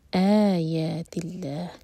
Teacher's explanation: لام جلالہ لائٹ کیونکہ اللہ تعالیٰ کے نام سے پہلے جو ورڈ ہے اس کے لاسٹ لیٹر پر ہے کسرہ